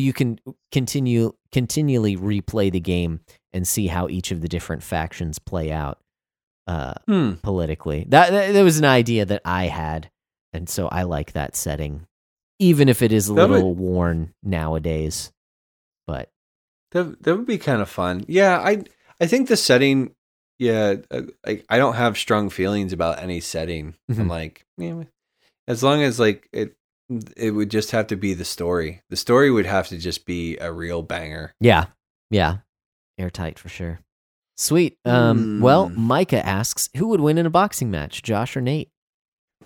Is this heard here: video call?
no